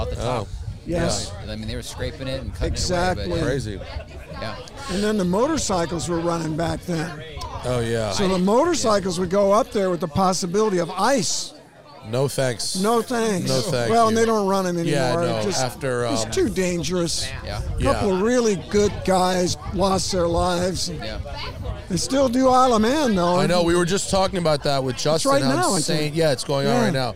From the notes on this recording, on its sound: This show was recorded outside so you might hear a small bit of wind noise.